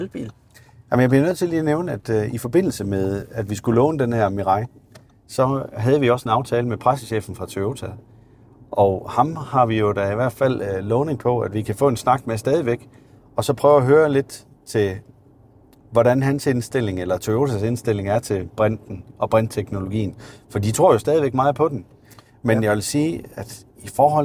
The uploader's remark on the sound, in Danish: Episoden er optaget i en Audi Q8 E-tron Sportsback